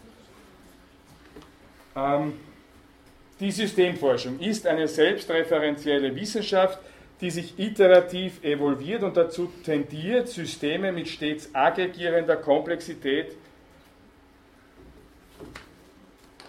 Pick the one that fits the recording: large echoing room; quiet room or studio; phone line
large echoing room